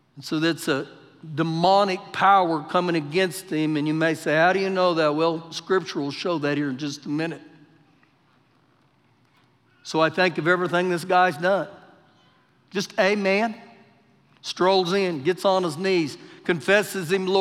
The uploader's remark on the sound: Recorded live during our Wednesday night service